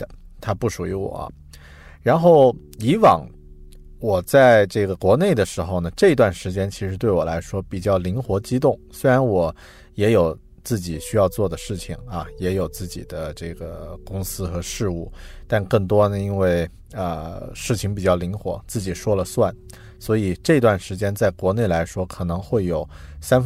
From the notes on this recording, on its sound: I recorded this episode in my car before I drove to office to work.